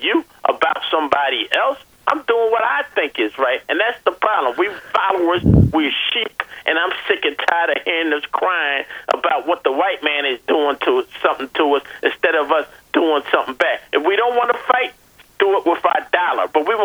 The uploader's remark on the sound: WURD listeners call in to add their reactions as well.